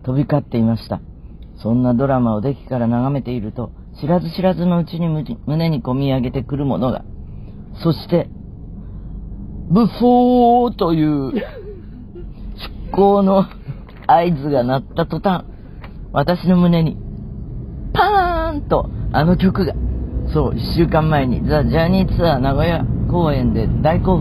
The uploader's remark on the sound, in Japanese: 全国アリーナツアー【The Journey】も第二期に突入！今週は宮城・仙台から会場に向かう車の中からお届けです。